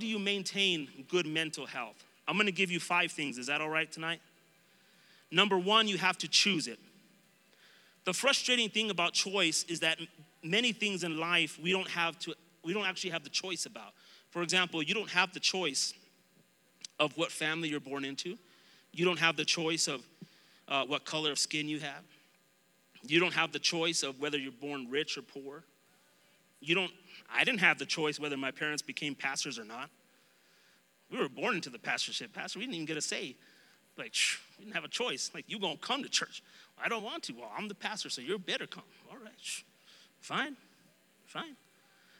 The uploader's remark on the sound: Recorded live during our Wednesday night service on 08-11-2021